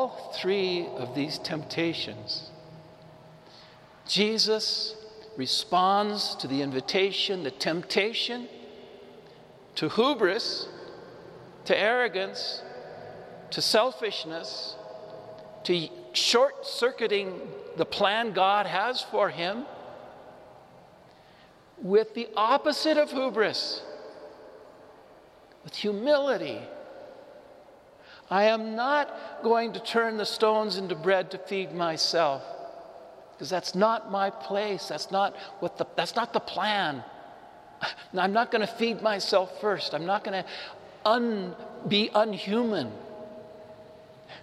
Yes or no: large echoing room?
yes